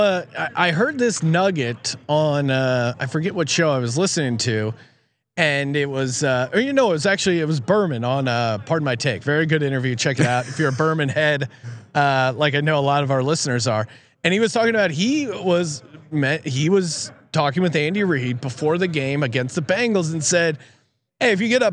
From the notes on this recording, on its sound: broadcasting live again from Super Bowl Radio Row